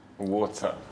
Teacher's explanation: Cuando, para nosotros, cuando tenemos un sonido T o una letra T rodeado por vocales o también un doble T, lo pronunciamos como una D en dog · Term: flap T